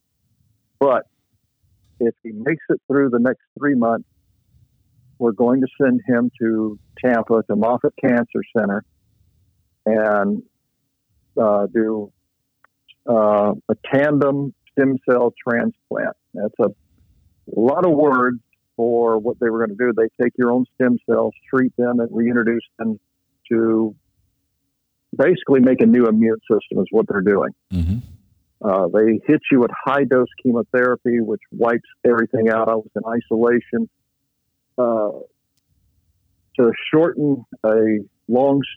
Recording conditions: phone line